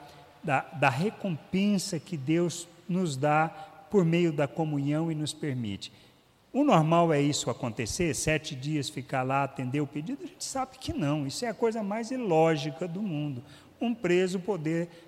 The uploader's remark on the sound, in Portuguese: Culto semanal de exposição Bíblica. Gravado em 11/12/2019 na Igreja Sal da Terra - Manifesto, em Uberlândia-MG.